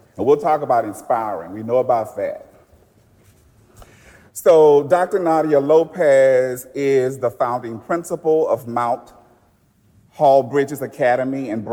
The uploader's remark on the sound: For the first Intentional Leadership Podcast session in front of a live audience at Academy of Dallas Public Charter School of Entrepreneurship.